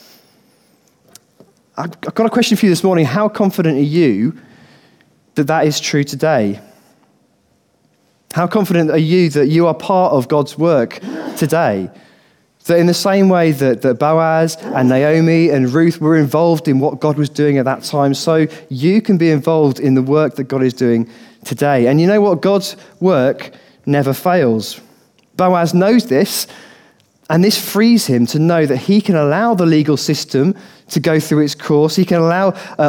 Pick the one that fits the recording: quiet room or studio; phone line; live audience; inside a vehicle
live audience